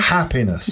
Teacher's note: Which one's the strongest? The first syllable.